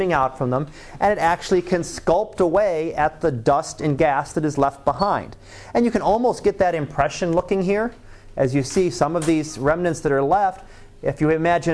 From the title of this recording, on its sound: Live Class Lecture